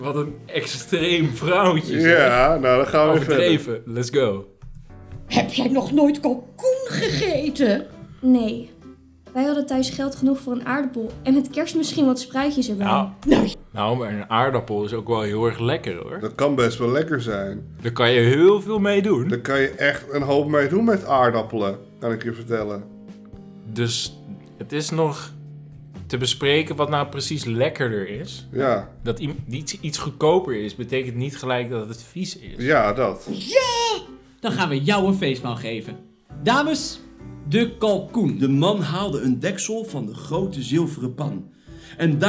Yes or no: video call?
no